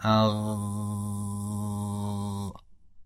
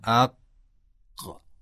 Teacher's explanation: اگه بخوام غین رو به صورت ساکن تلفظ بکنم تا وقتی نفس دارم میتونم امتداد بدم · Shown in: first take · مثلا میگم اغ، اما قاف اینطور نیست، میگم اق، صدا گیر میکنه.